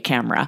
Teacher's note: You'd just write C-A-M-R-A, camera, because you don't hear that E at all. So you have to know that it's spelled with the E, or when you hear it, you would skip the E because we don't say it at all.